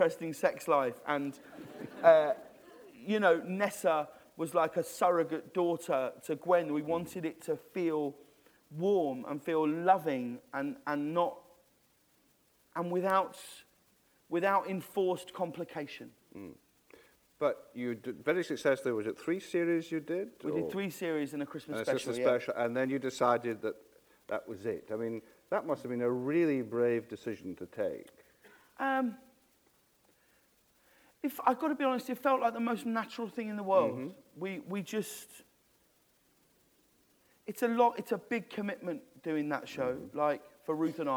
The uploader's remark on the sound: This is a recording of a live Platform event from June 2011.